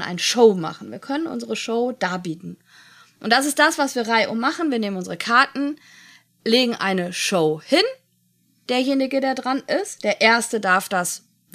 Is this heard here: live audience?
no